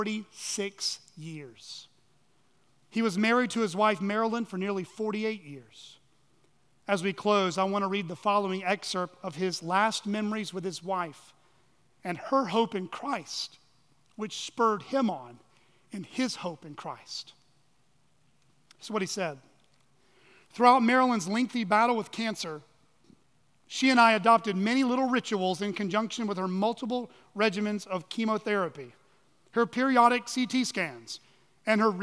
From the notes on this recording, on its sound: at Chaffee Crossing Baptist Church in Barling, AR.